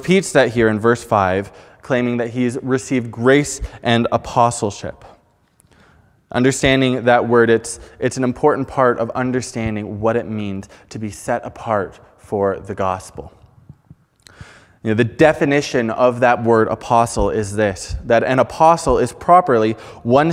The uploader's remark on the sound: Preached on May 9, 2021 at Fellowship Bible Church